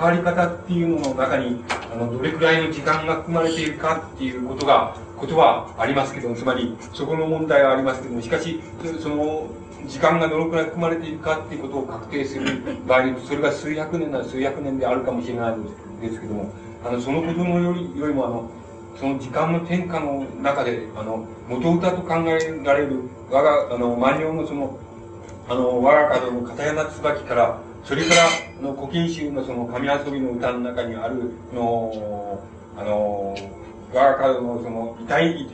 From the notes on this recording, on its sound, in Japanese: 主催：詩誌「無限」事業部 場所：明治神宮外苑絵画館文化教室。声が若干遠く聞こえ、 ところどころにノイズが入っており 音質はあまりよくない。質疑応答が講演本編より長い。